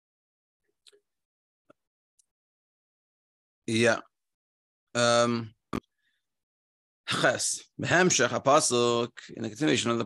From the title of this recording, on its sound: Daily Zoom Shiur